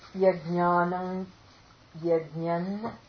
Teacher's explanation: See that first anuswara takes the nasalized yakara.